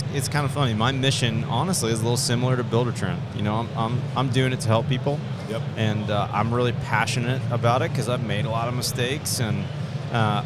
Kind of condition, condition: setting, busy venue